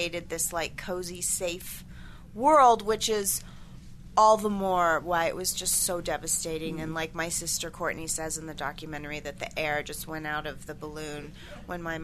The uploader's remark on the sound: We're headed back to the Sundance Film Festival.